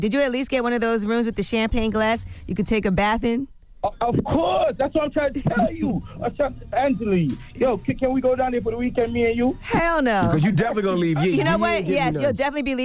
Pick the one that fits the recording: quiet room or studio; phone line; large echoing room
phone line